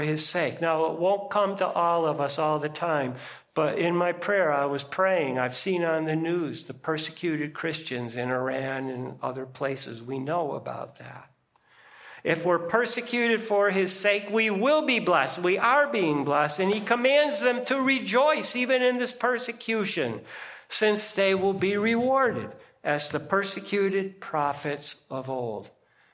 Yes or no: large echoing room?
yes